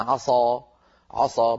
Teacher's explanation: لكن لو فخمنا هذه السين فقلنا عصى، عصى